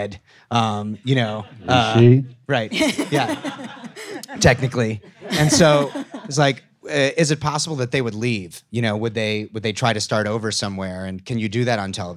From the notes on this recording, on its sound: Featuring the interviews and panel discussions from the 2016 Vulture Festival. Recorded live at Vulture Festival.